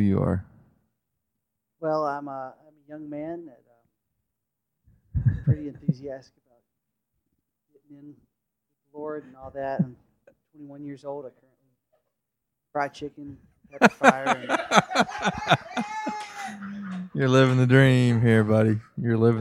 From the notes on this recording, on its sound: With a live studio audience